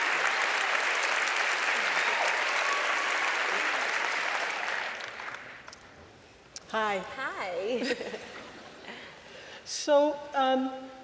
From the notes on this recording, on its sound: At UW’s Meany Hall on March 24, as part of UW Graduate School lecture series.